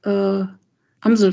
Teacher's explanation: a blackbird, the stress is on both syllables.